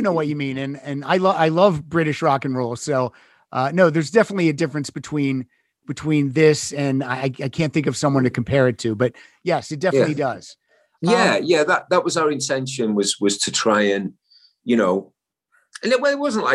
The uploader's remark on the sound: The Zoom Room.